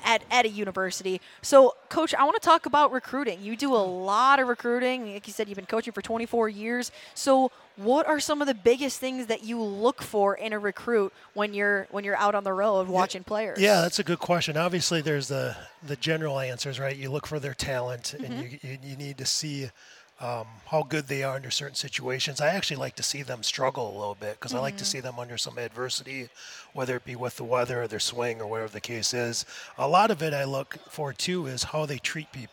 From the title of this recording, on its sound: live from the Minnesota Golf Show!